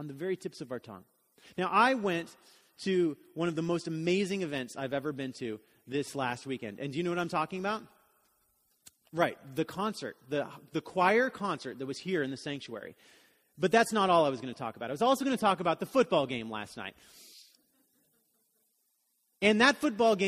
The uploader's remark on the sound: Message was delivered during the Contemporary Worship service